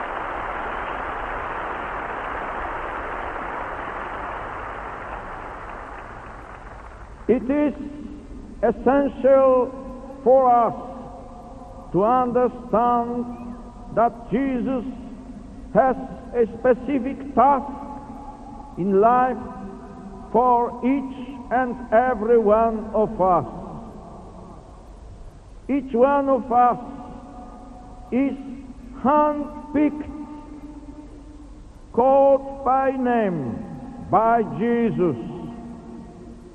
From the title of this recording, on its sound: homily at Bellahouston Park in Glasgow in 1982